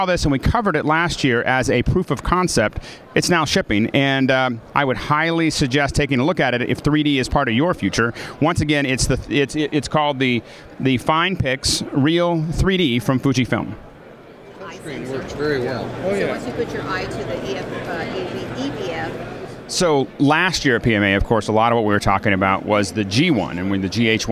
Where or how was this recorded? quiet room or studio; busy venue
busy venue